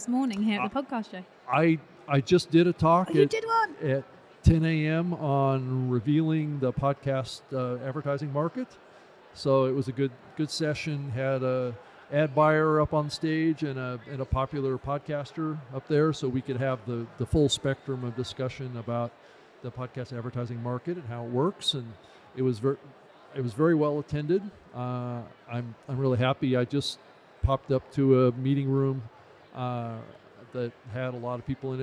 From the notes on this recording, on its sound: Live in London. Islington's Business Design Centre became the backdrop for Europe's new breakthrough event for the podcasting community: 350+ world-class speakers, 150+ panels and sessions, global industry brands, networking, mentoring and a whole host more across 2 days. Podcast Radio was on-site and in-action, chatting to the movers and shakers of the podcasting world.